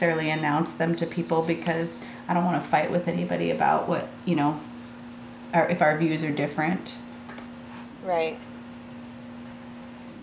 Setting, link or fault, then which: fault, sounds in the background